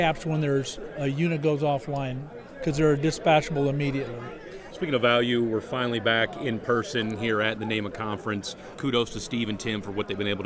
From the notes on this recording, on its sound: It’s a Green Insider Road Trip as we’re live at the gorgeous Lost Pines Resort in Bastrop, Texas, just a stone’s throw south of Austin for the first North American Energy Markets Association Conference in two years.